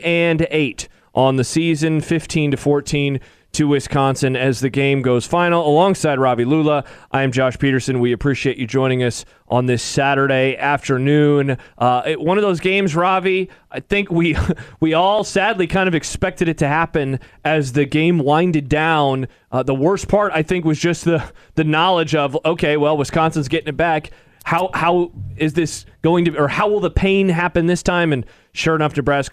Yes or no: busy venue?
yes